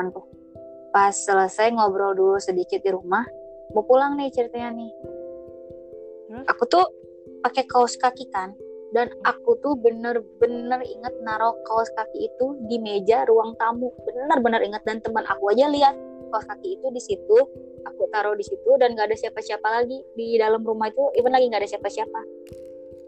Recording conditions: poor sound quality